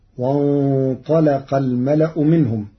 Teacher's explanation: قرأ ورش كلمة وانطلق بتغليظ اللام لمجاورتها للطاء المفخمة المستعلية